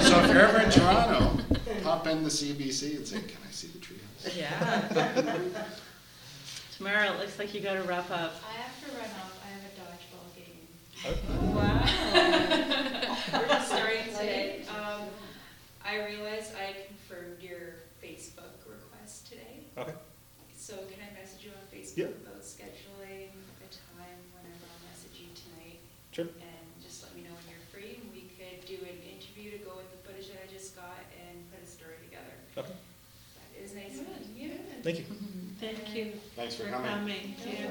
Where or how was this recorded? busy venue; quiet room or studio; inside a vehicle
busy venue